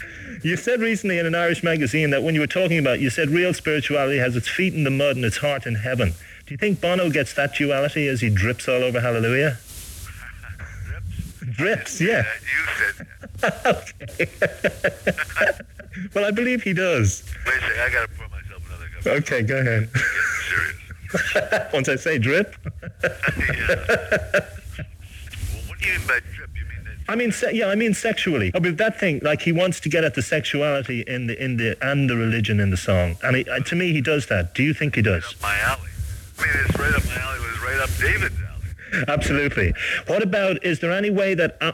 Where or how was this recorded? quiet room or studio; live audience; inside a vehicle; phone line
phone line